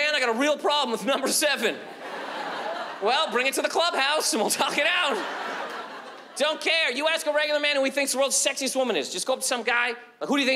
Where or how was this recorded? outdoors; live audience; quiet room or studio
live audience